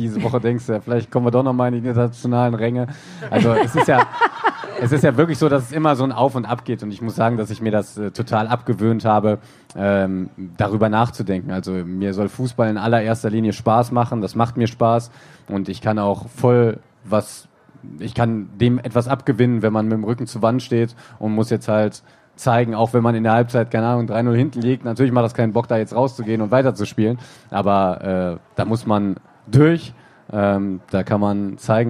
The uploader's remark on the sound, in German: live vom ZFR